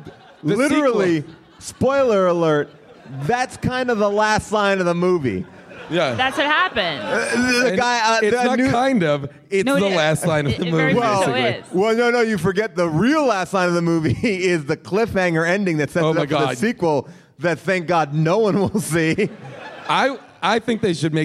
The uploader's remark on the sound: LIVE at Bumbershoot!